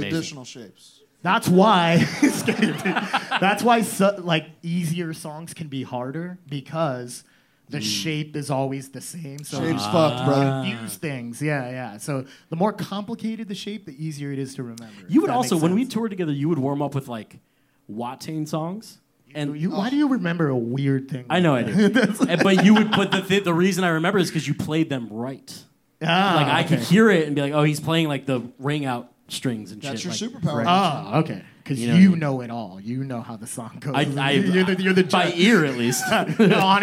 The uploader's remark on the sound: Live at Brain Dead. In the first ever LIVE HardLore in the USA. This 2 hour live special from BRAIN DEAD STUDIOS in Hollywood, California. Everybody in attendance for showing up.